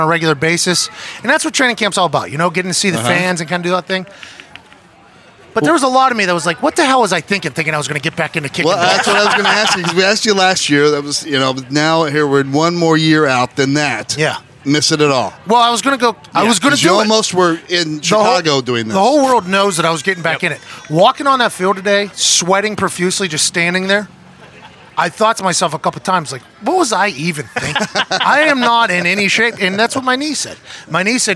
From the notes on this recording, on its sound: LIVE from Colts/Browns Training Camp. LIVE from Colts training camp as they welcome in the Cleveland Browns for a joint practice.